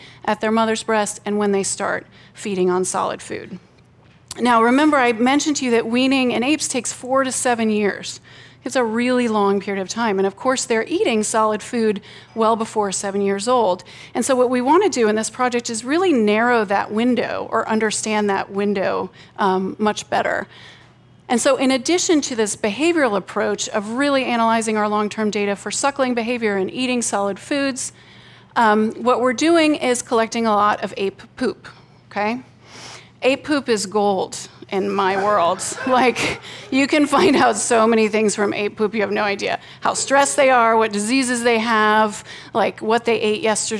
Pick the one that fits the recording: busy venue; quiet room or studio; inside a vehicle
busy venue